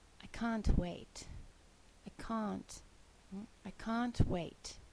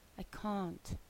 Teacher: make sure you pronounce the T or at least the long A